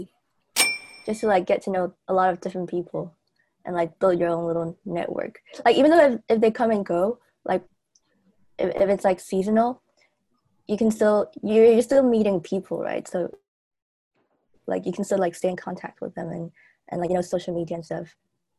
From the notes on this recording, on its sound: we take this week's episode onto Zoom